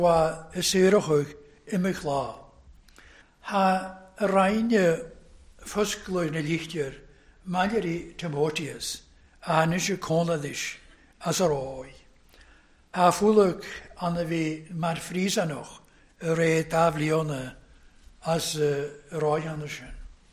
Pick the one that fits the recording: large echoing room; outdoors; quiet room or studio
large echoing room